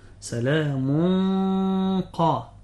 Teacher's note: هذه الحروف وقع منها في حروف الإخفاء، فإذا وقعت هذه الحروف يجب تفخيم الغنة هكذا: سلام قا، وليست سلام قولا. يفخم الغنة لأن الغنة تابعة لما بعدها تفخيما وترقيقا